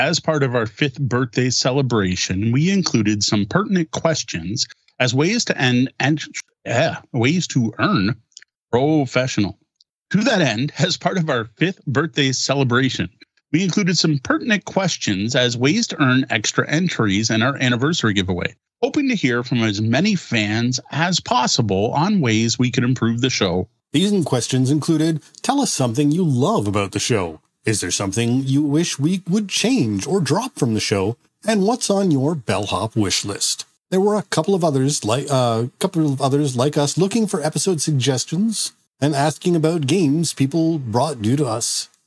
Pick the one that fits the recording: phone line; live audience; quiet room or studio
quiet room or studio